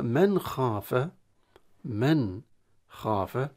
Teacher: نون تظهر عند الخاء، تظهر يعني تظهر من المخرج من غير غنة، من غير غنة بالضغط على المخرج في حالة الإظهار، لأن بعدها حرف من حروف الإظهار.